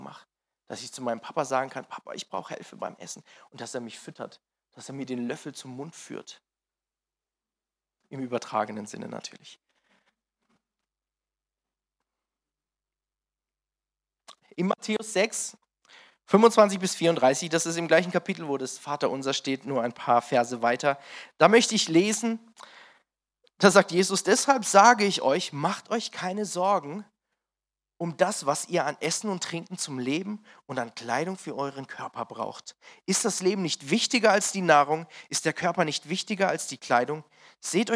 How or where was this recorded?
large echoing room